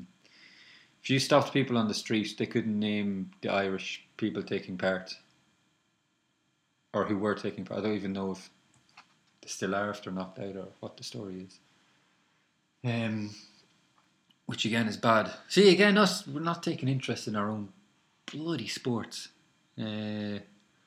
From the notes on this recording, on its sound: Apologies for the sound quality, dunno what went on there.